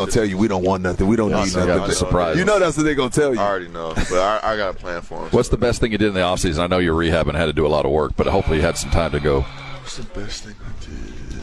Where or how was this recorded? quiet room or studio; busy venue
busy venue